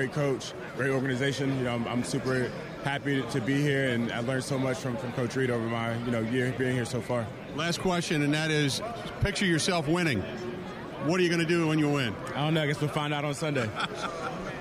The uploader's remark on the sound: Live From Radio Row At Super Bowl 57